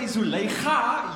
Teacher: Cape Town, we're much more guttural.